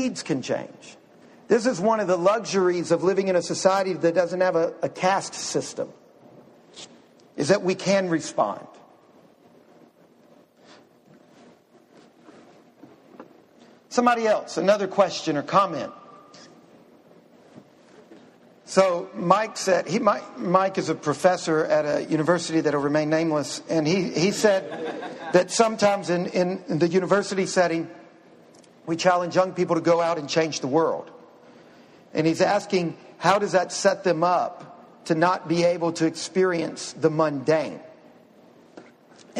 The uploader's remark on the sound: Q&A portion of Lecture 3 of 4. This series of lectures is presented by DownTown Talks.